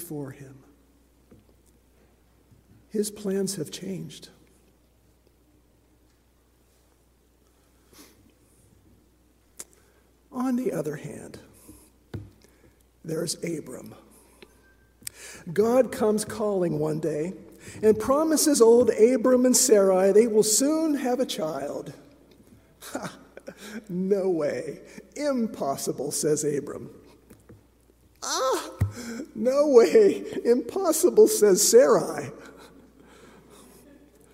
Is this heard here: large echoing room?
yes